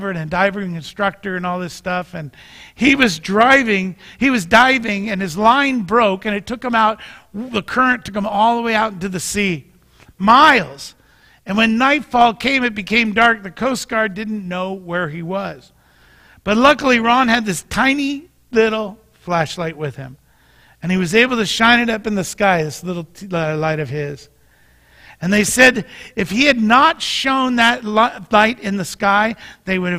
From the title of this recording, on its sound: Mt. Zion Church Live!